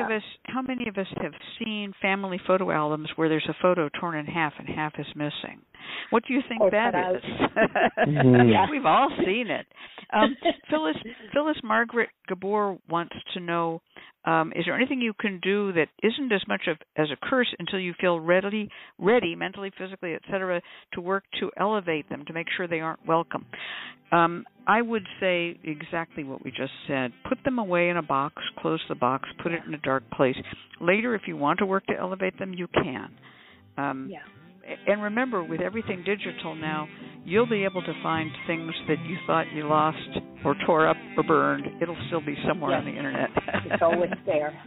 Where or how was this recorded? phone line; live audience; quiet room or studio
phone line